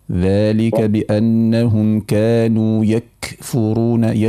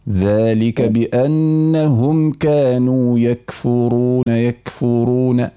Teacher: انتبه فقط من حرف الكاف، لا تبالغ في الهمس · Shown in: second take · ذلك بأنهم كانوا يكفرون، لهذه مبالغة.